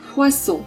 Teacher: 如果你是双 S，两个 S 的话，它就不发滋，而发丝